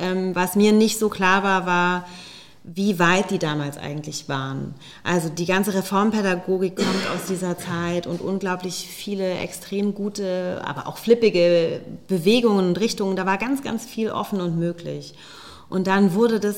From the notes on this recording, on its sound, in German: Im SERIENREIF LIVE-Gespräch an der Master School Drehbuch